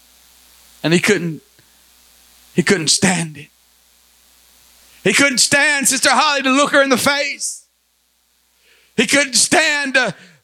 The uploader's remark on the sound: Recorded at Life Apostolic Church of Madisonville, KY.